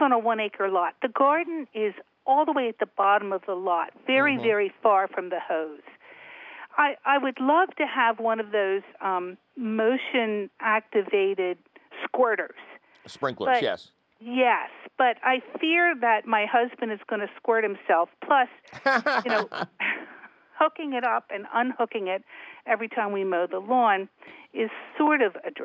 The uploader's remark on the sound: your fabulous phone calls!